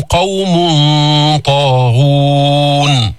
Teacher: عم نفخم الإخفاء لأن الطاء من حروف التفخيم، ولاحظتوا كيف عم نجيب الضمة كاملة.